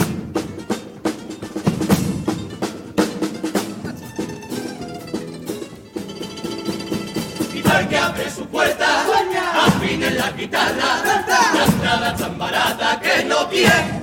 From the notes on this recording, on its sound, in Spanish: En directo desde el Gran Teatro Falla de Cádiz. Concurso Oficial de Agrupaciones Carnavalescas del Carnaval de Cádiz 2024 en Onda Cero Cádiz.